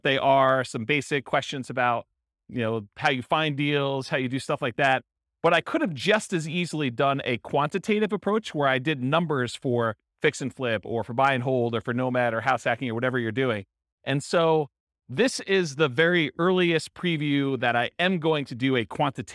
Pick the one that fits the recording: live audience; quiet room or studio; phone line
live audience